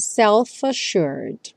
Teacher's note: E o self já junta com A, então self-assured.